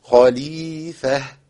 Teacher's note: أخلص بعد الخاء أرقق الحروف كلها خليفة بدون تكلف